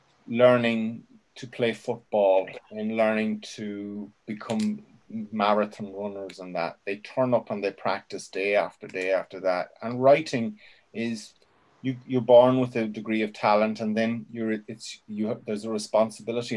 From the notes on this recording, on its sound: Joined us for a Zoom workshop.